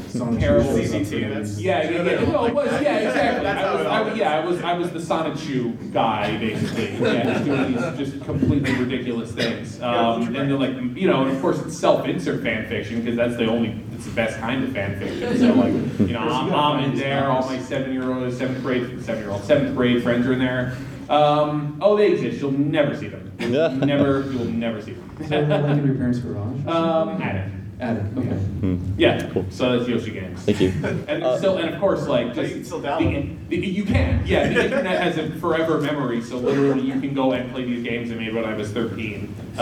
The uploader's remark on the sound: Live from PRGE 2016. On this special live episode of Retronauts.